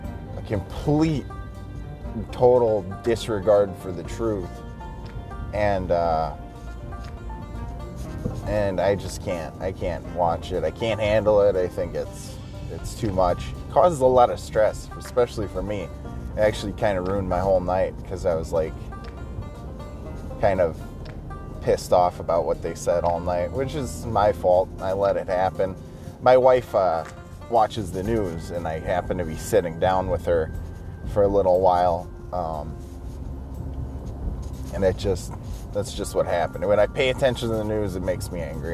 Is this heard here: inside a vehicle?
yes